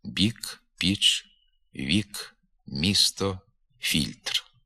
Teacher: Лише перед звуком «і» губні трохи пом'якшуються